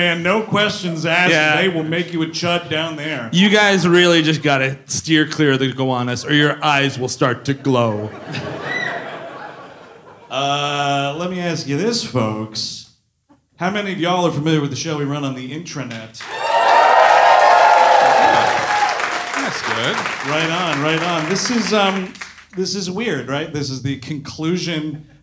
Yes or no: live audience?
yes